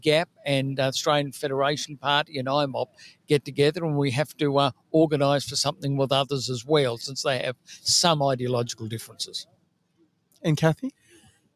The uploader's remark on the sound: Live from Memorial Park in Bunbury WA